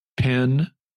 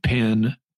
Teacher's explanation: Penn, P-E-N, and Pin, P-I-N, are pronounced the same